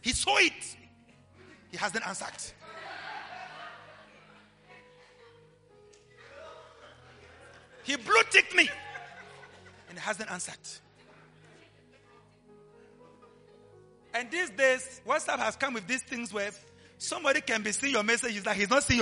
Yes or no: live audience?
yes